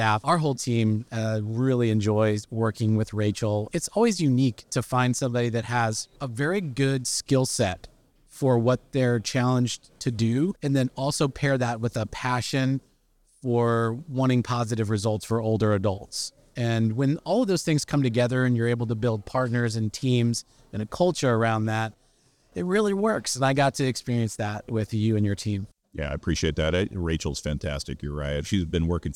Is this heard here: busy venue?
yes